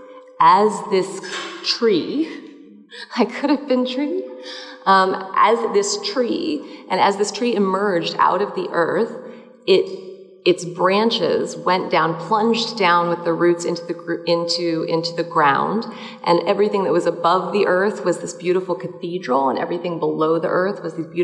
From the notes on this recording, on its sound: Live talks from the Sensing Woman : A multisensory event that took place at C24 Gallery in Chelsea, New York City. We will be sharing the different live talks from the Sensing Woman : A multisensory event that took place at C24 Gallery in Chelsea, New York City, five days of Art by 50 contemporary visual artists , along with conversation, storytelling and music.